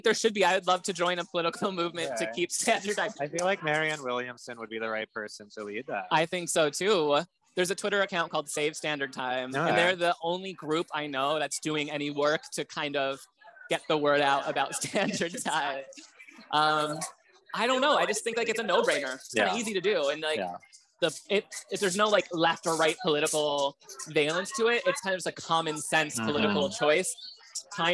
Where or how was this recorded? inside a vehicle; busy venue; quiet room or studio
busy venue